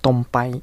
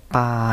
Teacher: プラーの L の音がなくなりましてパーに聞こえたり